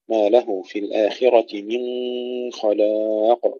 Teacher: من خلاق، هنا عندنا الإخفاء لأبي جعفر مع الغنة: ما له في الآخرة من خلاق، الغنة وتكون مفخمة لأن الخاء مفخمة